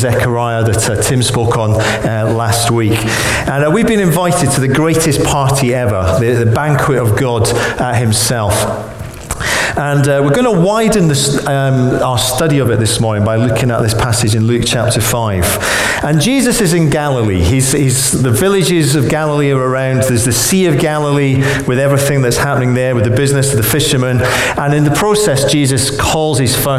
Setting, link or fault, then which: setting, live audience